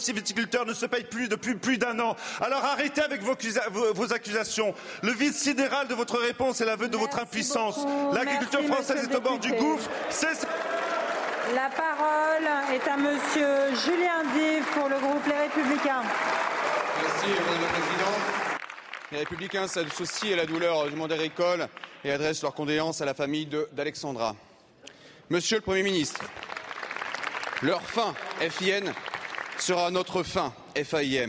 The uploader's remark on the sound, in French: Malgré ce moment de deuil, le ton de la séance est virulent, sous les cris des oppositions, qui donnent de la voix dans l'hémicycle pour défendre la cause des agriculteurs.